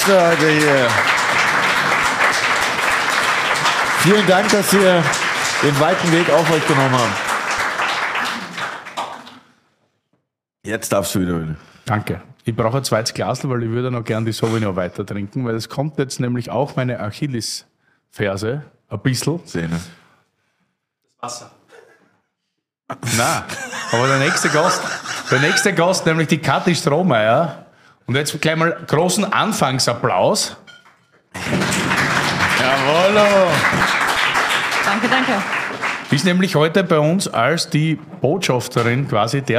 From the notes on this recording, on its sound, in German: Sie findet vor Publikum in der Freundschaft statt.